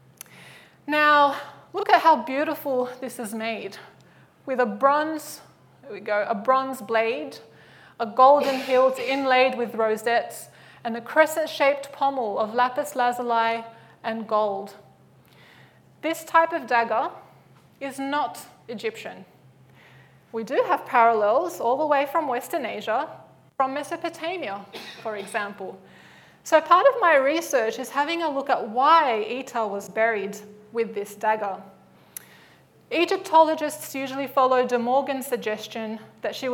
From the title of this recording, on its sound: Live at the AM